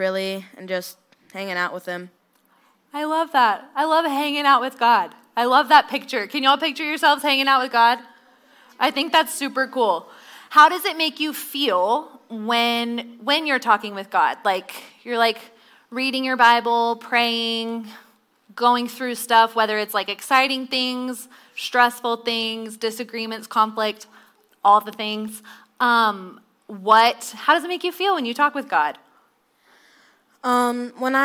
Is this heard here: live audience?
yes